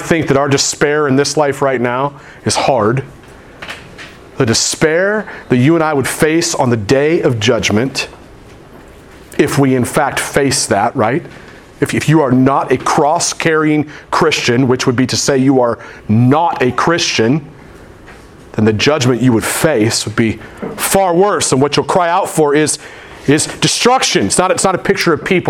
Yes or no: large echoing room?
yes